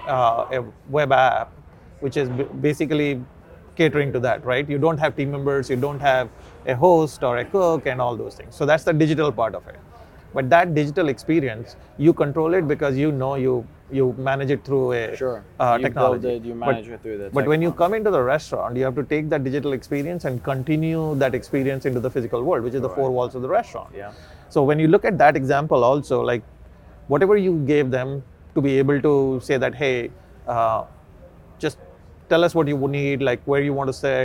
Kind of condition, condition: setting, busy venue